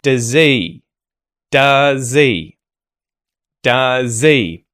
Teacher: But when we have words beginning with H in connected speech, when there is a consonant before that H, the H can disappear. We call that H deletion. So instead of does he, the first step to contracting this is removing that H and you're going to hear does he, does he, does he.